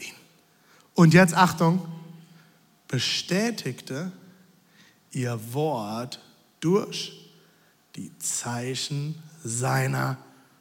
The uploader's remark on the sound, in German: Audiomitschnitt der Predigt